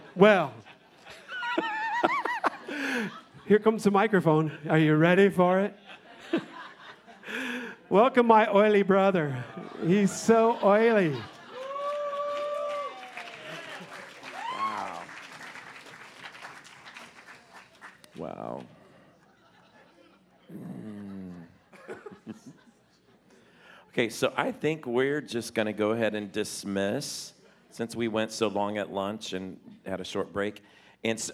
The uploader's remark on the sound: 2019 Presence Conference Session 3